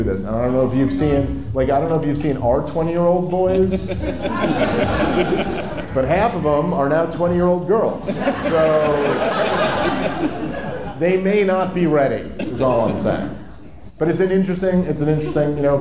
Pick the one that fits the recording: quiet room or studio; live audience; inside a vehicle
live audience